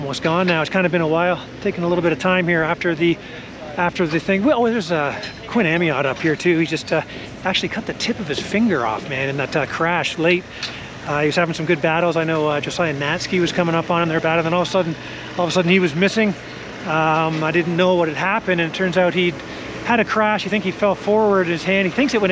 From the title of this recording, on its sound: Walk And Talk - 2023 Calgary Motocross National